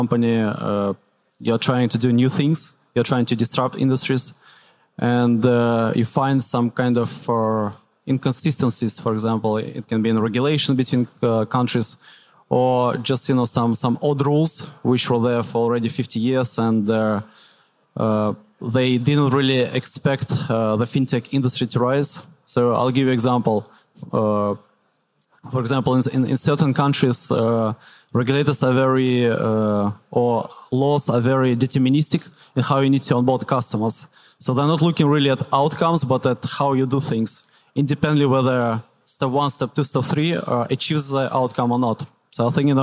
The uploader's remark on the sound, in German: Auf der Bühne der Finance-Forward-Konferenz interviewt.